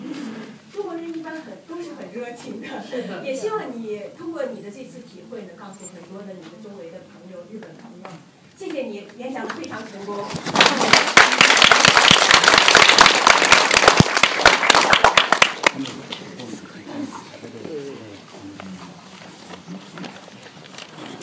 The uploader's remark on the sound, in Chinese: 来自海的声音和中文演讲比赛的现场录音 第一位选手的演讲没有录全。